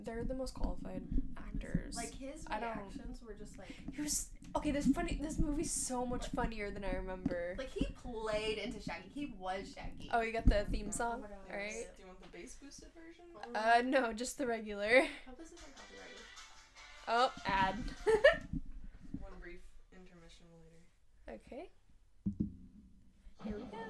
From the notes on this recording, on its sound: Forgive us for any awkward audio.